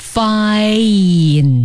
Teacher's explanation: 它是一个双元音，要从一个啊滑到一